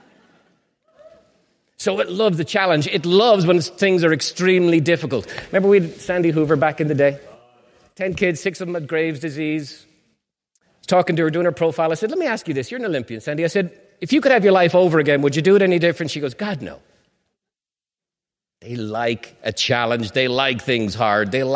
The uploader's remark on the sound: Part of a live recording from The Peak Experience.